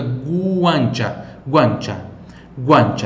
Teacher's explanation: nesse GUA eu vou ter que pronunciar o U também